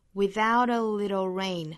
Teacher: 后面这个 little 里面的这个 t 同样是要做 flap t 的处理